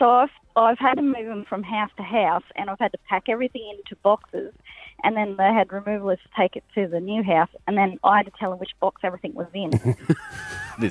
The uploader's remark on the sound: This morning we had an anonymous personal assistant on the phone